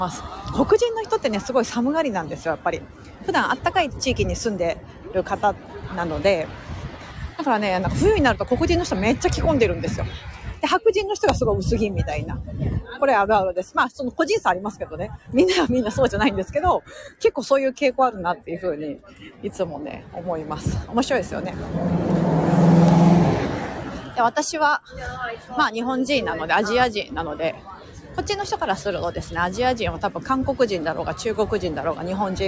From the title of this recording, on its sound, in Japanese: NYマンハッタンを歩きながら